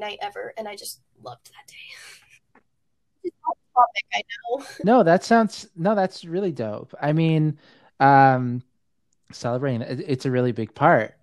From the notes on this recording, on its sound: technically speaking we got a lot of bugs to work out